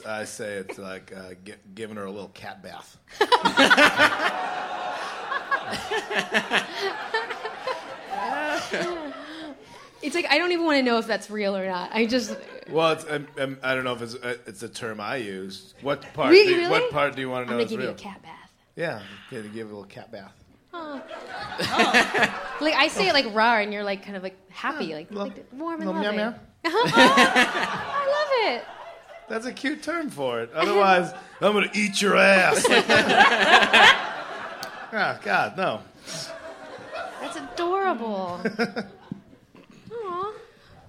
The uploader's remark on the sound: Live at Bridgetown Comedy Festival